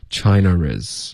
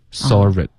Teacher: 在这种两个单元音连起来的时候英式口音就会添加一个 r